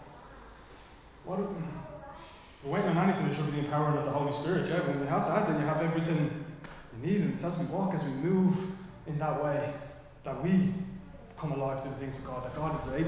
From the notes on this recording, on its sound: Recorded live in Liberty Church on 4 June 2023.